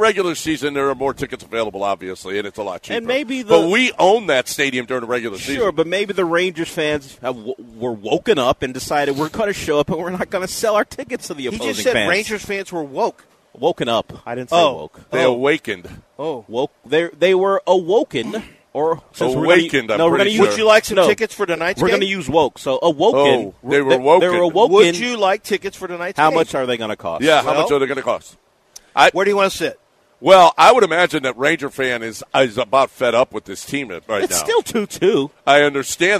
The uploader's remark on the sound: Live from East River 9